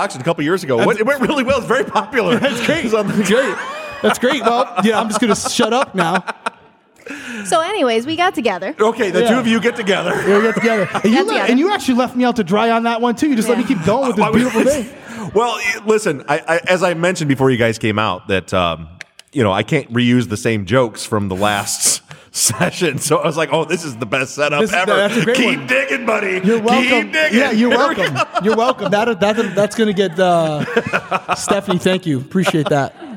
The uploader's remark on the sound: LIVE from Austin, Texas